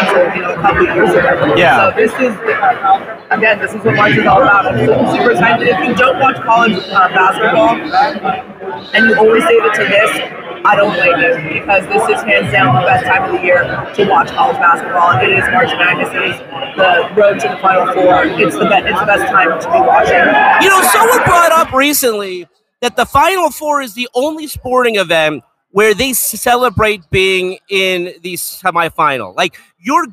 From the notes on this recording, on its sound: LIVE in Las Vegas from Circa Sports